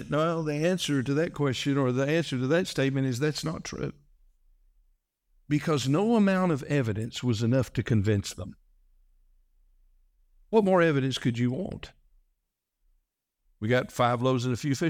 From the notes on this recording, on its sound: This message was delivered on November 5, 2023, during the morning service.